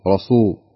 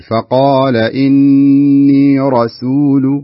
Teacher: يعني عندنا رسول، لا تقول رسول، لا، راسول. الراء مفخمة لكن السين مرققة · Shown in: second take